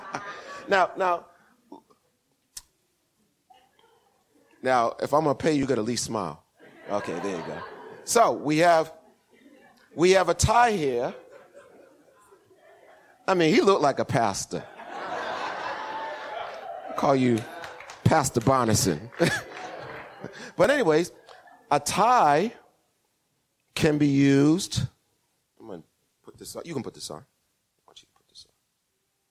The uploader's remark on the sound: Recorded 2016-02-07 08:30am Service